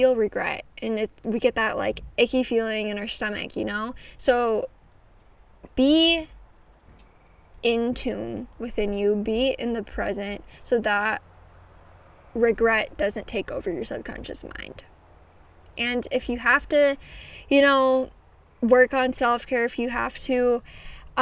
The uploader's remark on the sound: tune in as I take you outside at my cabin!